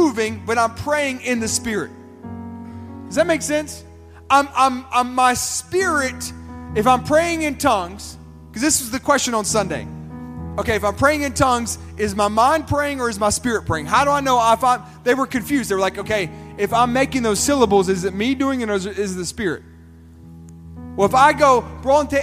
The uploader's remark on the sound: This sermon was recorded at Family Worship Center in Columbia, SC on Wednesday, April 19, 2023.